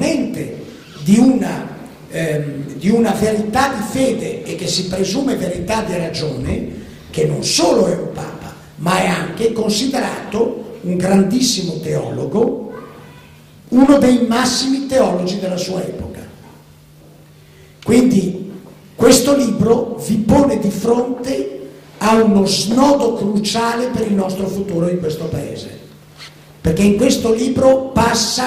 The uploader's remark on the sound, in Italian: Registrazione del 16 maggio 2011, presso il Teatro Franco Parenti di Milano.